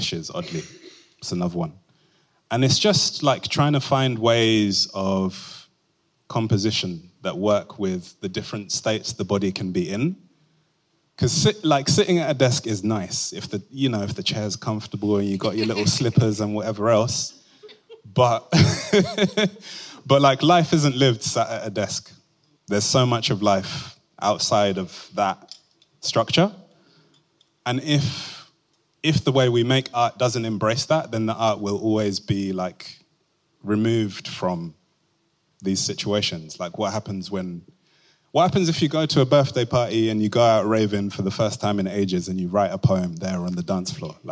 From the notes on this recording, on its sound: Recorded live. At Bars of Reassurance: Poetry and Grime. The live conversation, presented by Royal Society of Literature and the Museum of London alongside Crack Magazine.